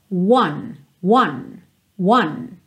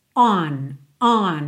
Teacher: ele tem um começo fechadinho, é quase como se você partisse de uma letra U. · Shown in: first take